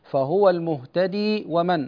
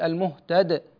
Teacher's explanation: أيضا في قوله سبحانه فهو المهتدي ومن، عند الوصل يعني نثبت الياء، أقول فهو المهتدي ومن هكذا، أما عند الوقف فنحذف الياء · Shown in: second take